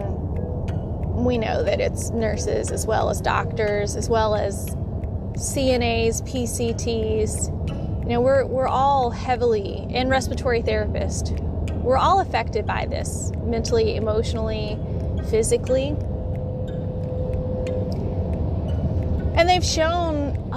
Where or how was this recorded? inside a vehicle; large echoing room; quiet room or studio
inside a vehicle